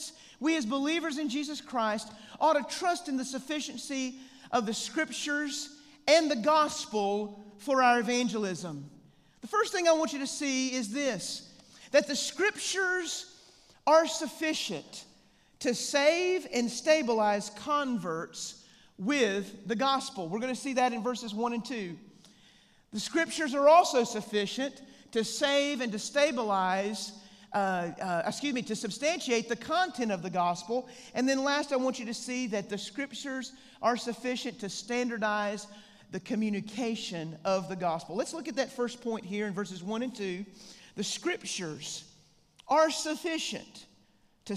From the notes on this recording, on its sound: The 2023 Evangelism Conference at First West, West Monroe.